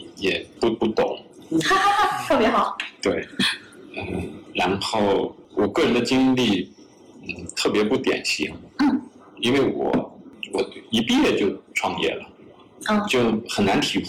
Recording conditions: poor sound quality